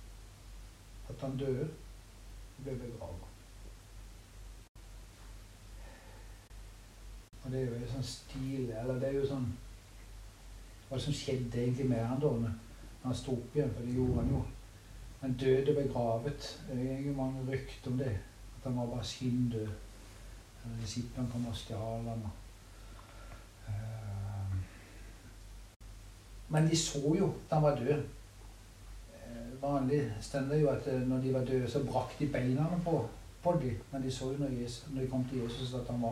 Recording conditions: poor sound quality